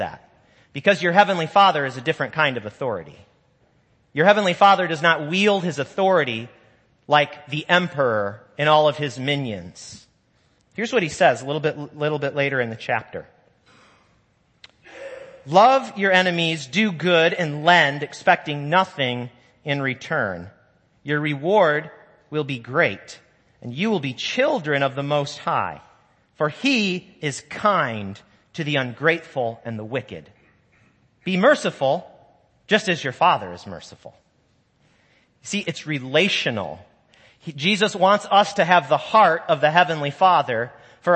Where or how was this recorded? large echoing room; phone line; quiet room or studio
large echoing room